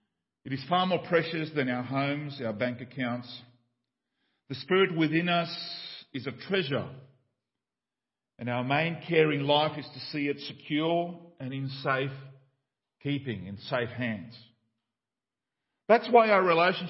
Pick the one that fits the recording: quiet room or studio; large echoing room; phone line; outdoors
large echoing room